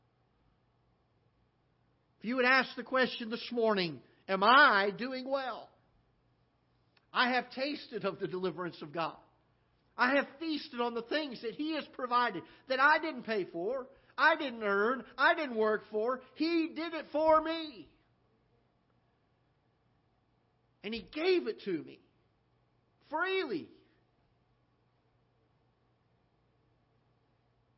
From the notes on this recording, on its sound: live broadcast from the auditorium of Ketha Heights Baptist Church in Festus, Missouri